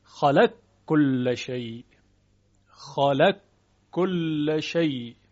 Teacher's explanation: مورد دیگر ادغام قاف در کاف، البته قاف متحرک